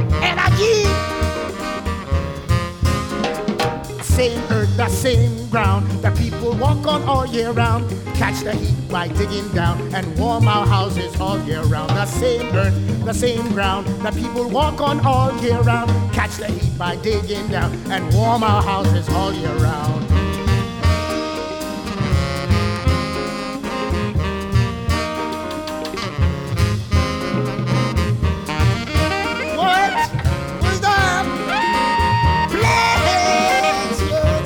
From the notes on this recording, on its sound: In a show recorded live at the Solar Fiesta in Albuquerque New Mexico.